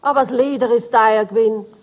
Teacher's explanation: Das kurze E in der Endsilbe R wird zu einem A.